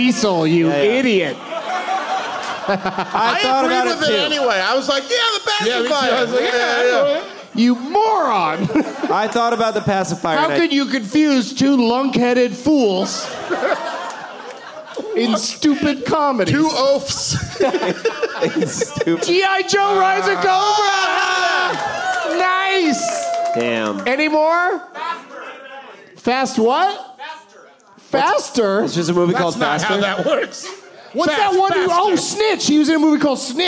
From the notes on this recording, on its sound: Live from the Improv in Brea